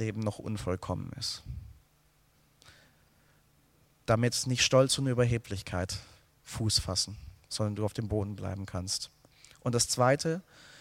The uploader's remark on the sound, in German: aus dem Gottesdienst der Liebenzeller Mission